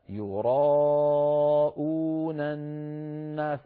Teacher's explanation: يجعلنا كذلك، يراءون، هذه الألف يراء قبلها مد، يراء قصد الهمزة، الهمزة في يراءون، قبلها ألف ممدودة وبعدها واو، الألف التي قبلها هذا مد متصل، أربع حركات أو خمس